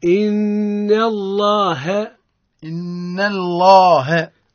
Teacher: حكمها التفخيم لأنها سبقت بفتح كما قال ابن الجزري وفخم اللام من اسم الله عن فتح أو ضم كعبد الله